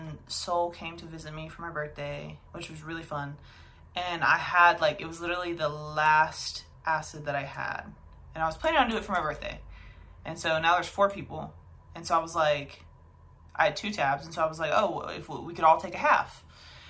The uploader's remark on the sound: I forgot to plug my mic in like an absolute moron so video audio it is!